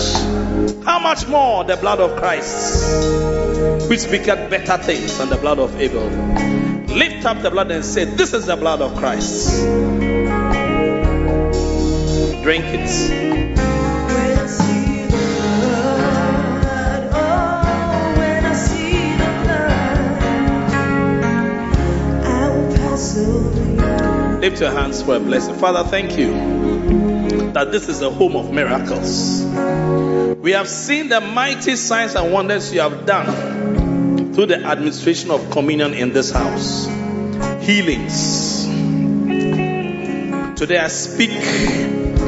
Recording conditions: large echoing room